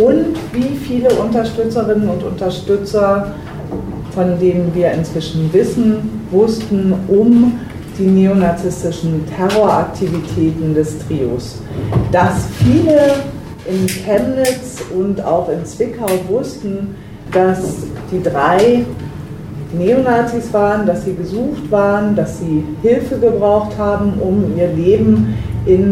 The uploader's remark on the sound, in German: Aufnahme von einer Berliner Veranstaltung im Baiz